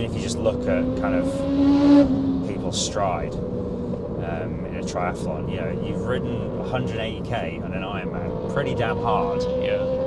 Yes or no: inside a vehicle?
yes